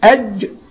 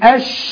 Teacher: هناخده في الصفات اسمه تفشي. يعني الجيم والشين الاثنين من وسط اللسان لكن الجيم ما فيهاش تفشي